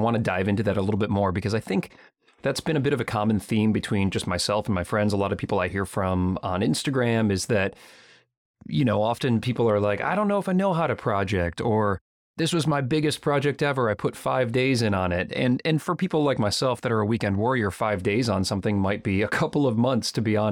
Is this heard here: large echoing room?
no